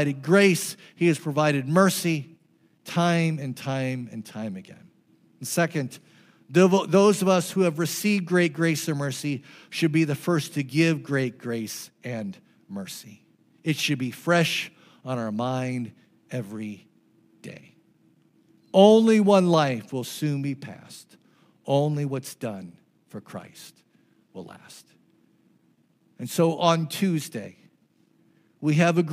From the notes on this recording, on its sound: This message was preached on June 11, 2023 at FIVE39 Church.